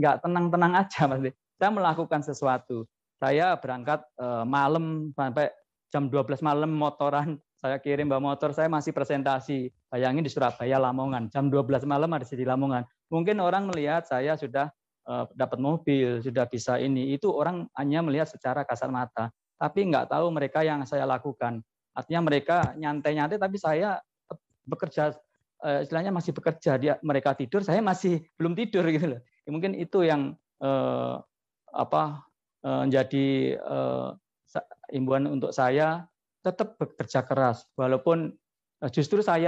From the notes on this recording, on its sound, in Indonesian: Podcast ini adalah hasil rekaman webinar